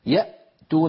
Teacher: تجدون بأن الصوت قد انقفل تماما عند الهمزة